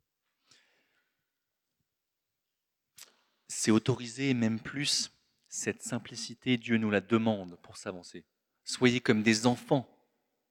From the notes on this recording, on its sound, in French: Enregistré à l'église CVV, le 18/02/2024